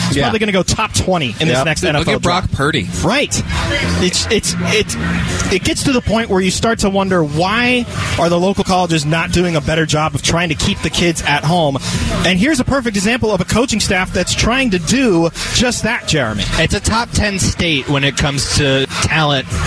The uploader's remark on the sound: live from Sun Devil Stadium for ASU's annual spring game